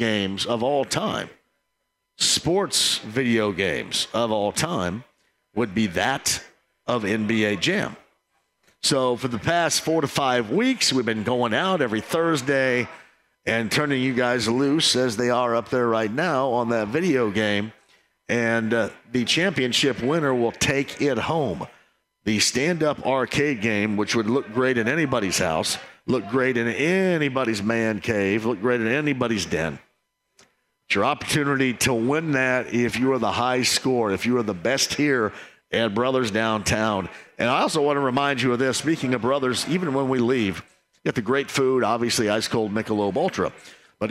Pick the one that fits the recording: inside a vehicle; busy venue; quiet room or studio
busy venue